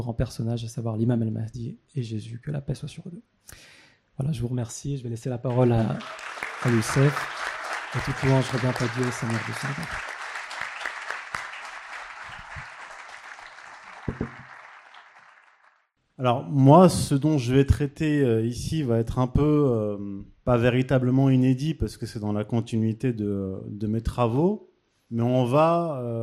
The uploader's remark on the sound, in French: Cette conférence s’est tenu au troisième Festival de la Réconciliation cet été qui du 13 au 15 août 2022 en Bourgogne.